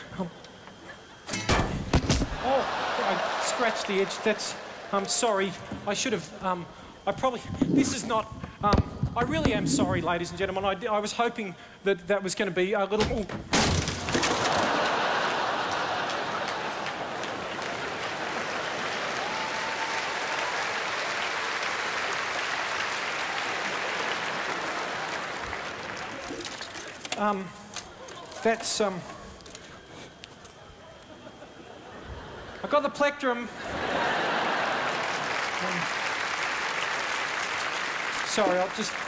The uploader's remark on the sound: 2008 Melbourne International Comedy Festival Gala